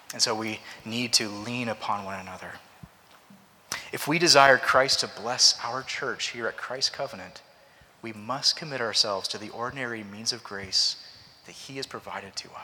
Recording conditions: large echoing room